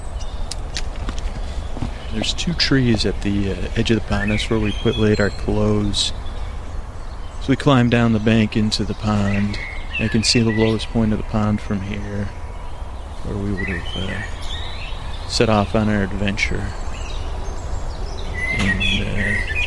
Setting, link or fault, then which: setting, outdoors